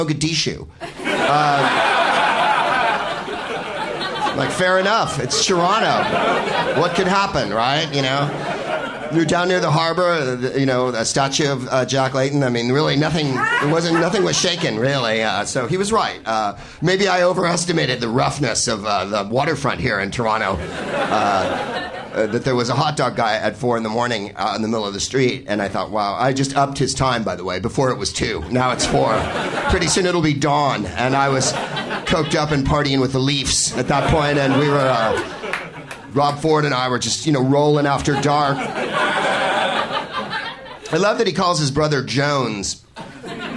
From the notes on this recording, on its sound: Live from The Comedy Bar in Toronto